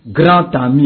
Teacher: Donc, D se prononce comme T. · Term: liaison